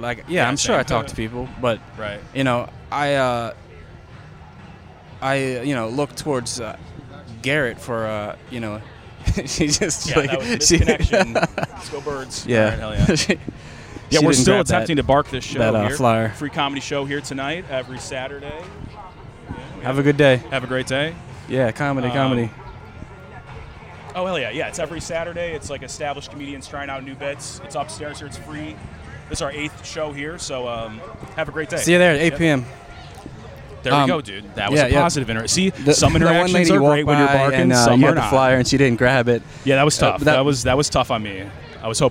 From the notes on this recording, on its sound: Recorded outside the comedy open mic at Max's Taphouse. On Saturdays in Baltimore.